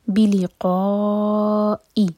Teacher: رم ادغام غنہ کے ساتھ، مِنَ النَّاسِ نُون پر غنہ بِلِقَائِ، قا مد متصل اس کے بعد حمزہ پر کٹ آف ساؤنڈ